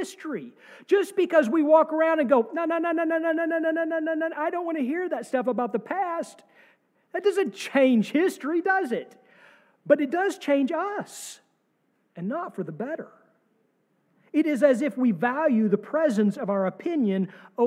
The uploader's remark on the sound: sermon from our service on March 26, 2023